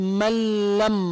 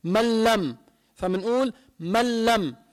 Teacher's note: إدغام بلا غنة، فالنون بتروح اللام بتصير مشددة